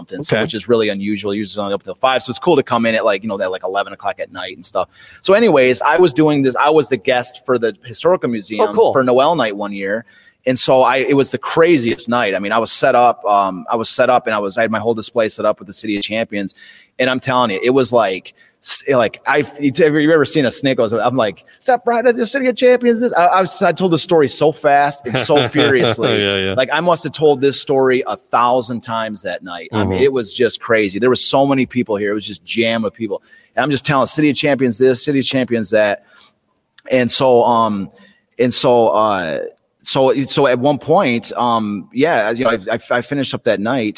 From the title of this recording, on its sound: Live from Detroit Historical Museum